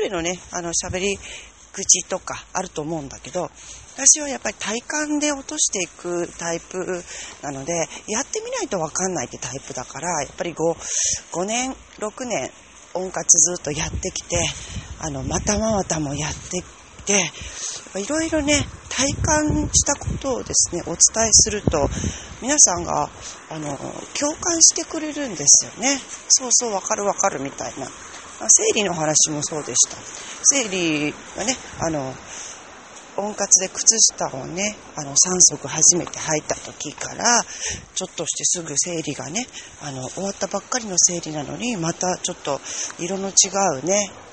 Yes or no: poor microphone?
no